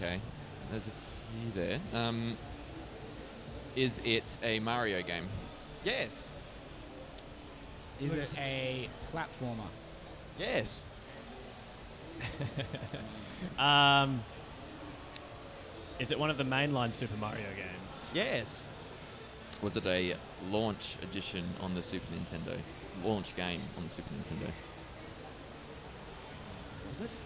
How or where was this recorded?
busy venue